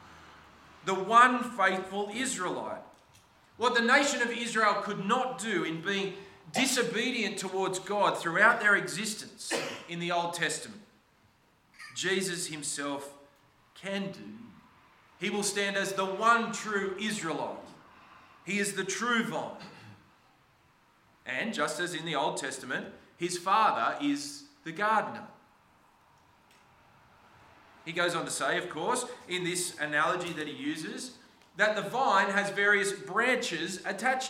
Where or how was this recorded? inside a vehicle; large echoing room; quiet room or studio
large echoing room